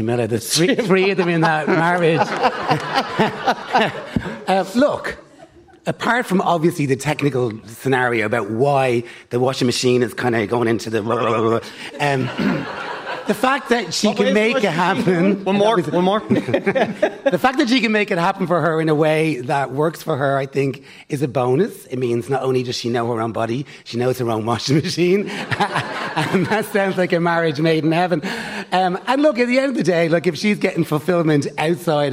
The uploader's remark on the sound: LIVE from The Sugar Club.